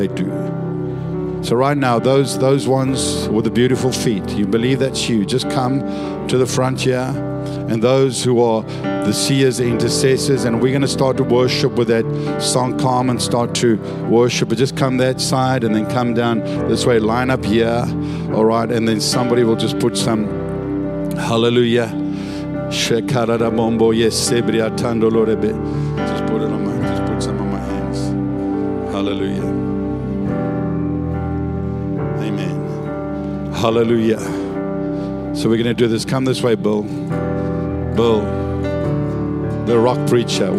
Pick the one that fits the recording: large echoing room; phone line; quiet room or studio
large echoing room